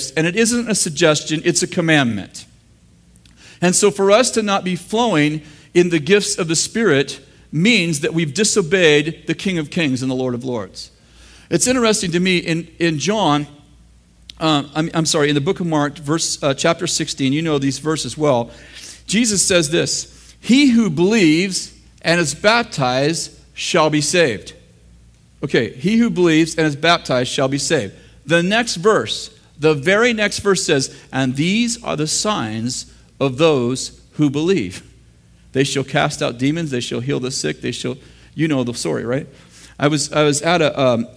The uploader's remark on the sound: In this throwback session from the School of the Prophets in August 2007 at Bethel Church in Redding, CA.